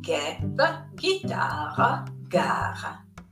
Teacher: La G invece seguita dalla U, dalla A o dalla O ci dà il suono gutturale di G